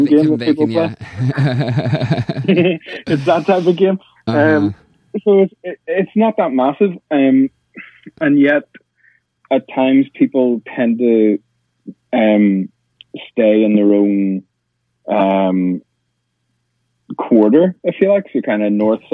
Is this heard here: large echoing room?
no